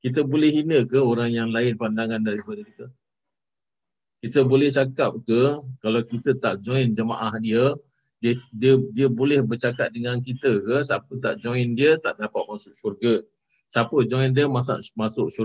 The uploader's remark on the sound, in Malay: Rakaman zoom pada setiap Khamis 9 mlm (waktu Singapura)